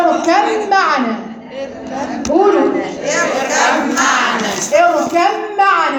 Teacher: دخلت الباء في الميم · Term: ادغام